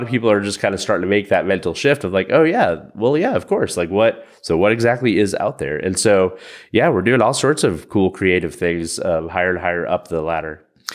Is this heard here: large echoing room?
no